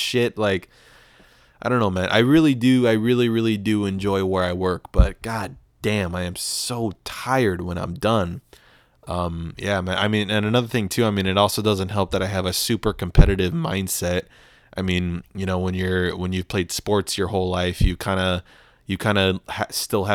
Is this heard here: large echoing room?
no